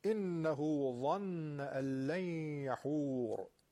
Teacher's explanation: إنه های ضمیر اشباع میشه، نون مشددم که دو حرکت غنه داره. إنه ظن و نوک زبونیه درشت، نوک زبانمون لای دندونامون میذاریم و اینو درشت میگیم.